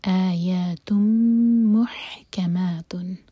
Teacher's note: تا کی تنوین کے بعد میم، تو ادغام غنہ کے ساتھ میم کو ہولڈ کیا جائے گا